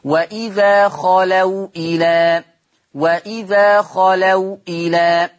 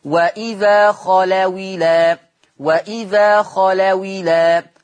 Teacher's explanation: فبقول نلاحظ من واقع المثال السابق أن الواو الساكنة تحركت بحركة الهمزة فأصبحت واو مكسورة · Shown in: second take · هكذا خلوا الى مع حذف الهمزة، ويسمى هذا الحكم بالنقل.